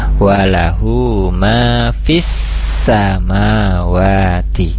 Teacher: kurang ditekan dan kurang mengalir sifat rokhwah dari huruf sin